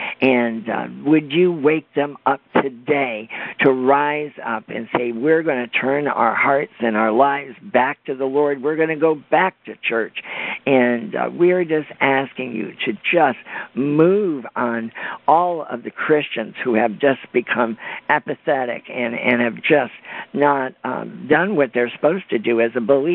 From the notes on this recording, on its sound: This was a Conference Call on the National Day of Prayer to pray for America and our families.